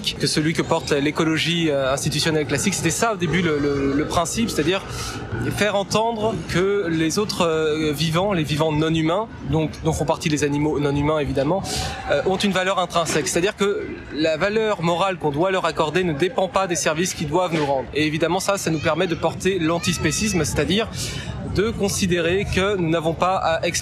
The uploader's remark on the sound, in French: Reportage à la Marche contre le spécisme à Paris